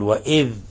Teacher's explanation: قوله تعالى وإذ أخذنا ميثاقكم، وإذ أخذنا، احذر قلقلة الذال، احذر لا تقل وإذ، احذر قلقلة الذال، لأن الذال ليست من حروف القلقلة وليست من حروف قطب جد. وأيضا عليك أن تظهر الذال وإذ، ولا تجعلها دالا